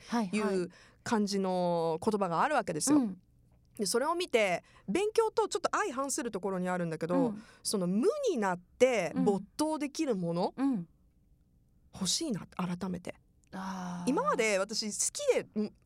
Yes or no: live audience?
no